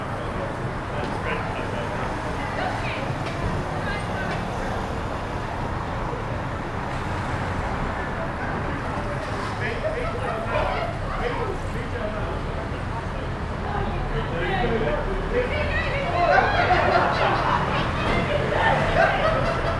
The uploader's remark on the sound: Captured on a Friday evening on the street outside a small bar. Traffic is passing by as people are gathering in a bar opposite.